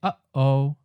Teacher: So, syllables that end in H are glottal stops, meaning that the airflow is stopped completely by the closing of your vocal cords deep in your throat · when we say uh oh, that break you hear in the middle, that's a glottal stop